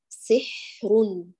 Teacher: يجري الصوت جريان كامل وكذا يجري النفس فيؤتى بالرخاوة مع الهمس